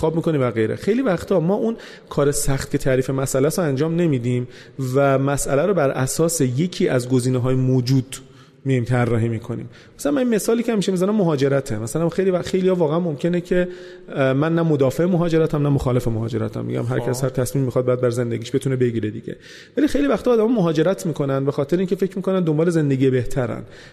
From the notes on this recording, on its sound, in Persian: در حضور جمعی محدود از مخاطبین پروپاقرص و تیم پادکست و با رعایت پروتکلهای بهداشتی ضبط شده است